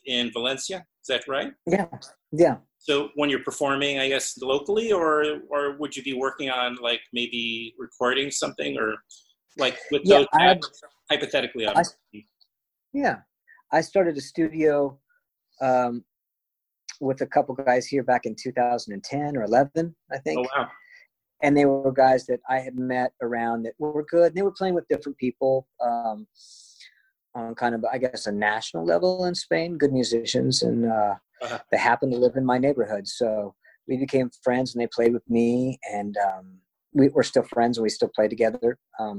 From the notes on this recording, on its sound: We recorded the conversation during the COVID-19 pandemic over Zoom. In Valencia, Spain and myself in NYC.